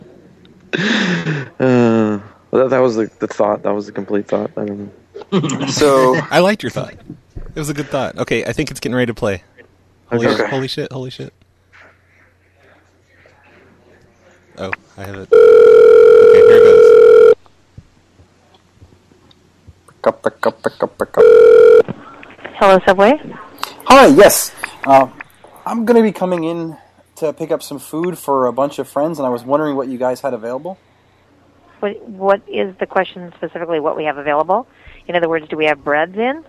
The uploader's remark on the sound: …'s Personal Prank Phone Calls Collection.